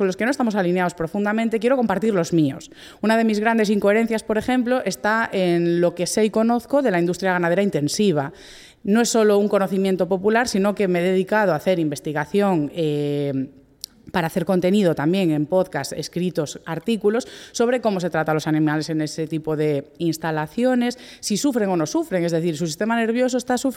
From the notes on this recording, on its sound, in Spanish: Dataforumjusticia 2023 que se celebró en la Laboral de Gijón. Este episodio se ha grabado en directo en el espacio Ágora.